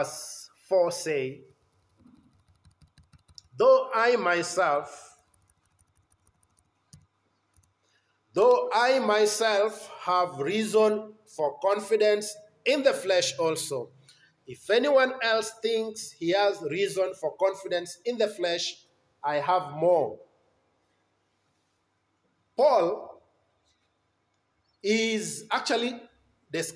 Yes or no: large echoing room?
yes